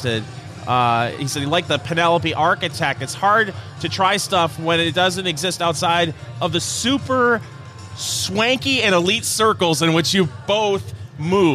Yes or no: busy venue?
yes